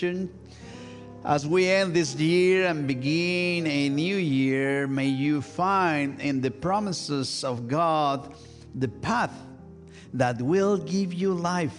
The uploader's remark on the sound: This week's service, recorded live on December 31, 2023. We are located at 12550 Van Nuys Blvd.